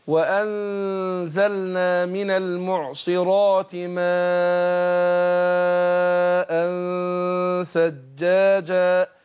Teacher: يبقى هنا المد مد متصل مقداره 4 حركات